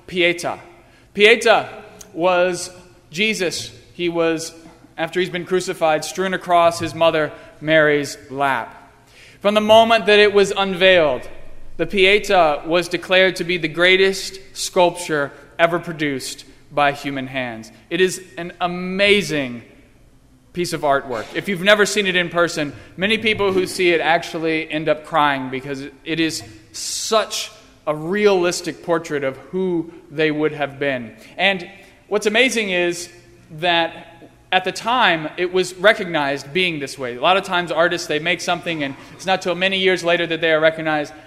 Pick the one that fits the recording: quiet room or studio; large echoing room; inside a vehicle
large echoing room